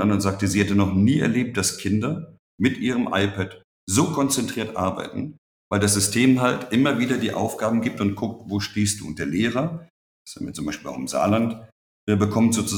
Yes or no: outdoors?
no